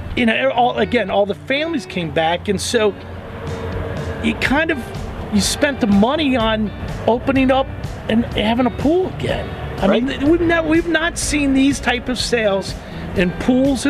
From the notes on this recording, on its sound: chats lakeside